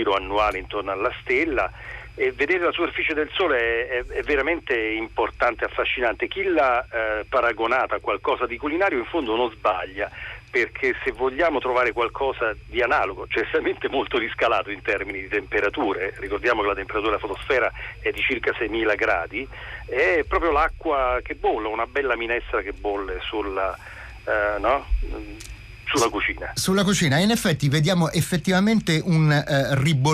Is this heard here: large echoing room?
no